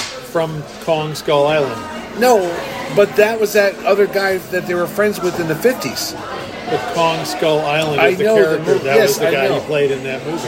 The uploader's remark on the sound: This 90 minute off the rails conversation is once again recorded at Colony Grill in Fairfield, CT.